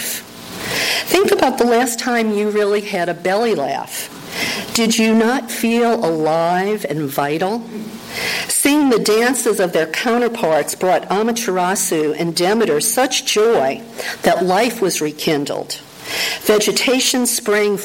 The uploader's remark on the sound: Pre-recorded talk I gave. I had the pleasure of being invited to address the congretation at Emerson Unitarian Universalist Church in Canoga Park, CA. The audio of that talk taped live during the service.